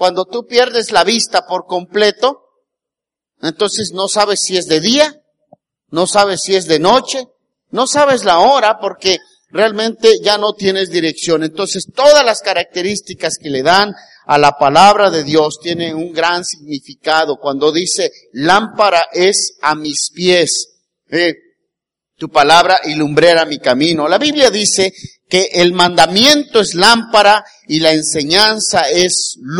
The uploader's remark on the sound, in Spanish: Grabada el día 19 de Agosto del 2018 en la Iglesia Bautista el Cristo.